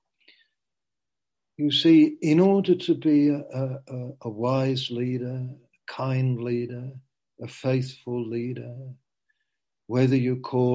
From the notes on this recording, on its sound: Q & A (Zoom). Teign Valley Sessions.